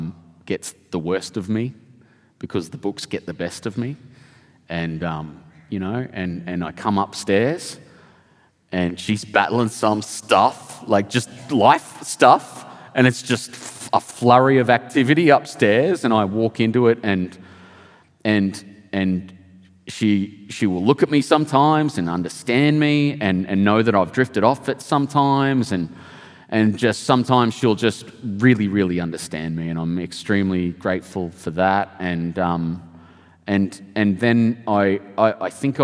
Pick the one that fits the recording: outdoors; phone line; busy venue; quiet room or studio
busy venue